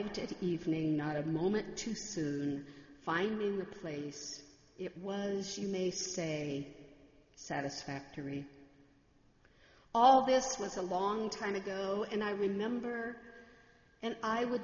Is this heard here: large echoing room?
yes